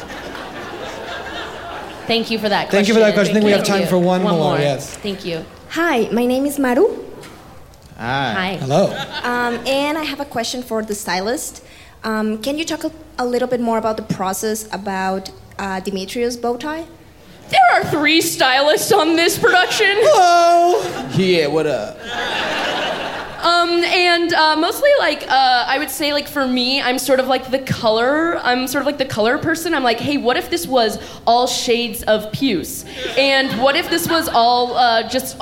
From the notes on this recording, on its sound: live from Clusterfest in San Francisco